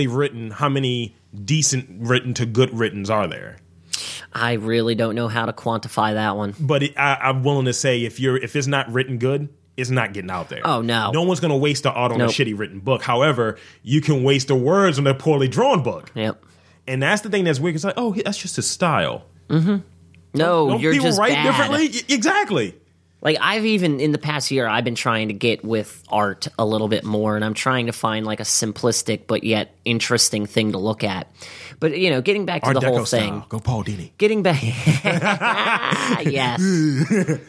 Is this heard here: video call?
no